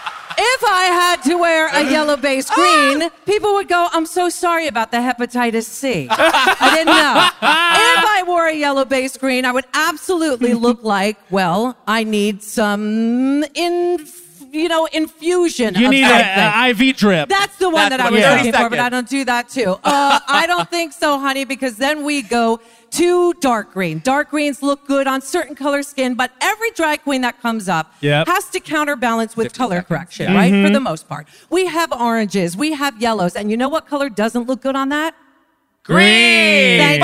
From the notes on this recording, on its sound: Recorded LIVE at Union Chapel in London, a true place of G*d.